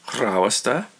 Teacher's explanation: You see how I got that rolled R at the beginning?